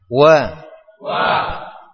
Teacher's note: Kita masuk pada huruf wawu. Makhrajnya dengan menghimpun dua bibir dan mengedepankannya serta menyisakan celah kecil di antara keduanya